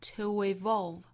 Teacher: 由前面的 t 尾部带出一个小小的 w 的发音